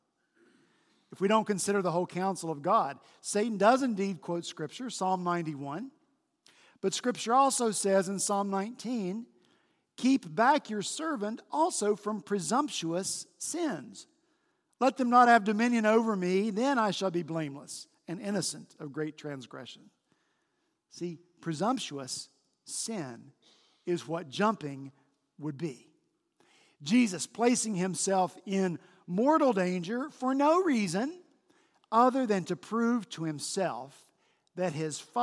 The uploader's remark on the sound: On Palm Sunday last week at Redeemer Presbyterian Church in Charleston, SC